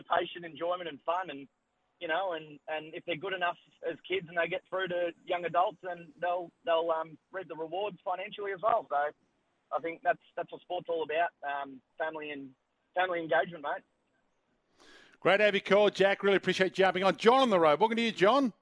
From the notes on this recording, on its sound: The phones were hot on Tuesday afternoon for Midday Madness, with plenty of calls